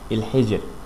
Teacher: ترقق فيها الراء. الحالة التالتة إذا أتت الراء ساكنة قبليها حرف ساكن وقبليه حرف مكسور، يبقى هنا الراء ترقق